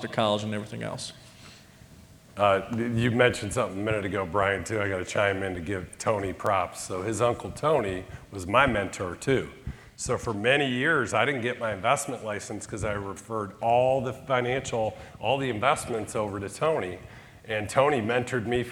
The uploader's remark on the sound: Coming to you from the 2023 Mastermind Collegium in Cleveland. Talks with the top four advisors on the C2P leaderboard in this panel.